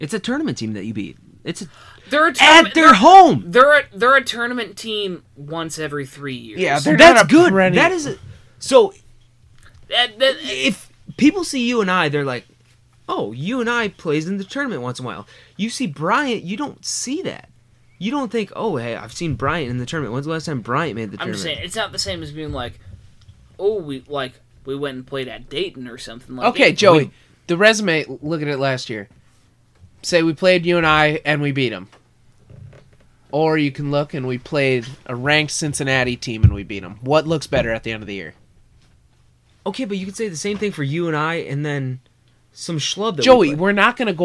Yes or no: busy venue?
no